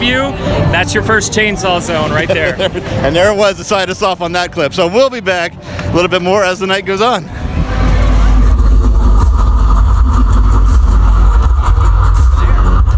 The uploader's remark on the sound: It’s our annual “live from the park” opening night instant reaction episode for Halloween Horror Nights Orlando.